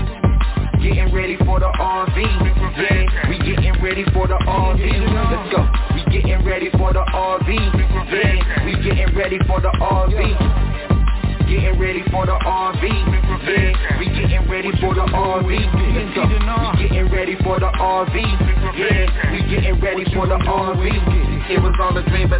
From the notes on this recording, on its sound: TNTSuperfantastic Conference Call.